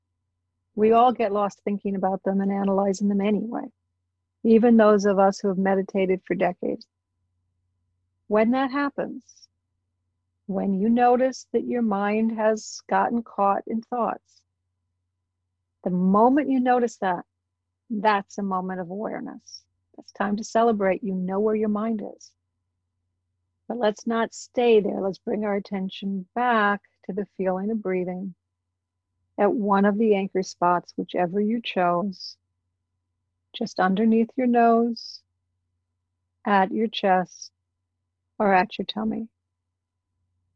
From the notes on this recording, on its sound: A live recording from a webinar for educators.